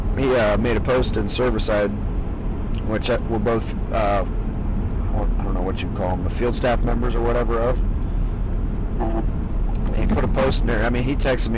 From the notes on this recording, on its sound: Recorded in a truck so bear with the sound quality.